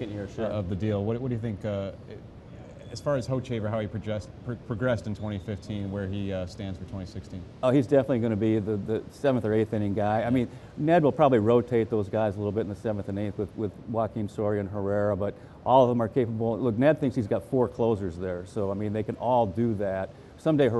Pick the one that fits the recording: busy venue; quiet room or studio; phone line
busy venue